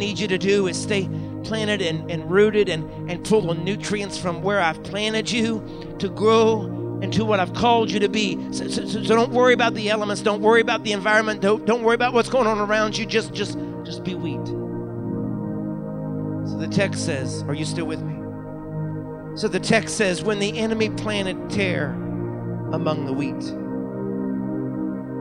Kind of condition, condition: setting, large echoing room